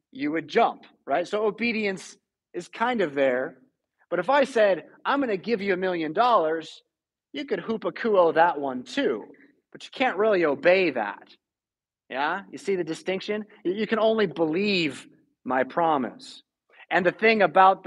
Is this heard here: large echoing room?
yes